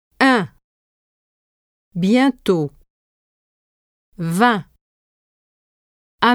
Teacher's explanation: For un, in bain, your mouth is more open than for on, in blond, but less than for en, in grand, and your lips are stretched in a smile. · Term: nasal vowels